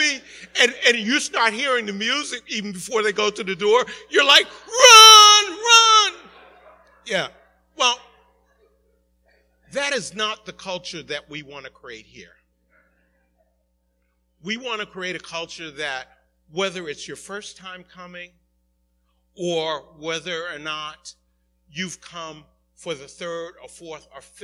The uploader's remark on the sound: Recorded at the 11:30am Service